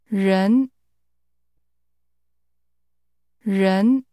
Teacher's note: This word begins with a sound we don't have in English. It's like a cross between an R and a Y.